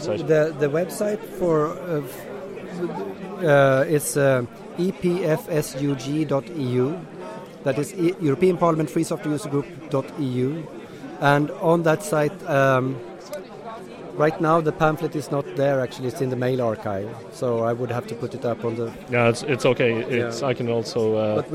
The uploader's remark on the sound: The following are a series of interviews recorded at FOSDEM 2014. FOSDEM is a free event that offers open source communities a place to meet, share ideas and collaborate.